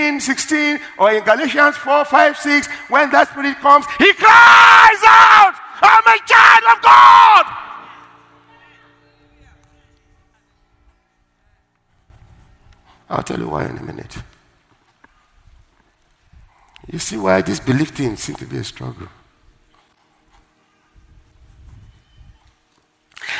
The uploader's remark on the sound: Word Explosion Conference, 2018: Day 7 (1st Service). Ministering During Word Explosion Conference.